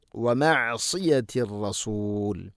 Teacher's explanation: സ്വാദ് സ്വരഭാരത്തിൽ ഉച്ചരിക്കേണ്ട അക്ഷരമാണ്. നാവിൻ്റെ മധ്യഭാഗം അണ്ണാക്കിലേക്ക് ഉയർന്ന് നിൽക്കണം.